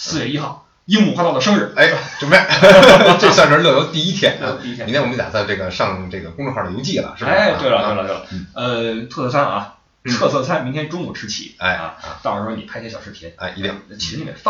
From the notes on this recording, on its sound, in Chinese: 出门在外没带专业话筒，音质抱歉